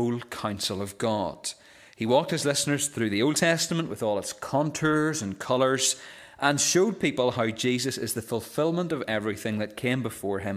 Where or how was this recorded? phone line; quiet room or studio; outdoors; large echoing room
large echoing room